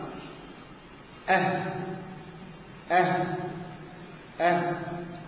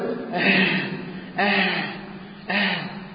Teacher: مخرج الهاء هنسكن الهاء ونخرج هذا المخرج من أقصى الحلق · Shown in: first take · أه أه أه.